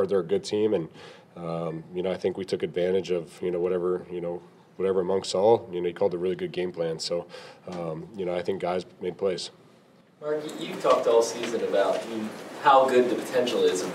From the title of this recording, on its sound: Postgame Press Conference